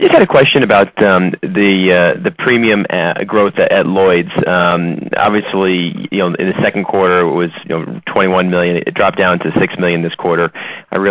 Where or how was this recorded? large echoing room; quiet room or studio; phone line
phone line